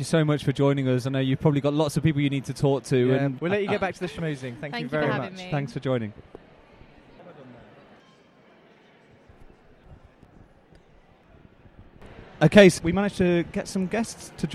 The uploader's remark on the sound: Live from event night with the Stroke Association